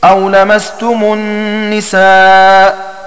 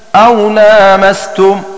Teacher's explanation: بالقصر أي بحذف الألف بعد اللام · Shown in: first take